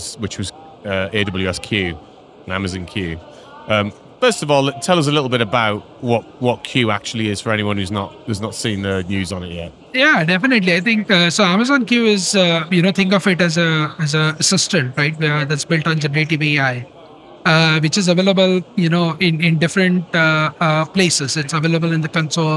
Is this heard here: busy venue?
yes